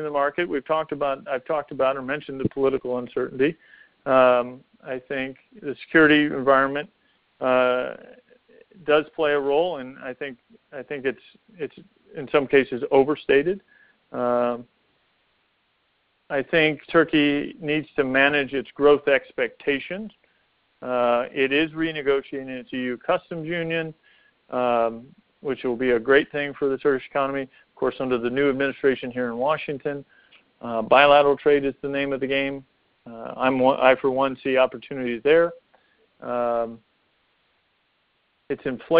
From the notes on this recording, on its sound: During this teleconference